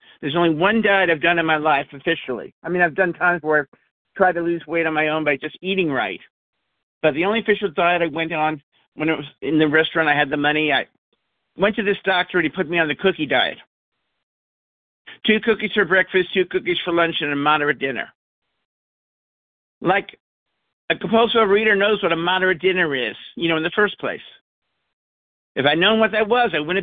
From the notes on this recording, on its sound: 100 Pounders Phone Meeting